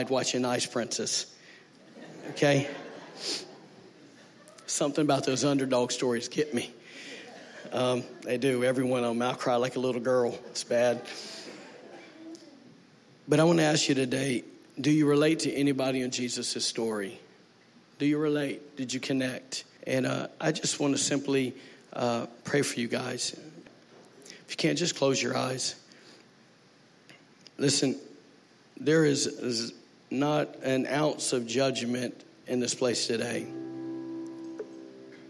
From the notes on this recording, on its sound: Was recorded on Sunday, April 21, 2019, during service at The Anchor Church in Rockport, Maine.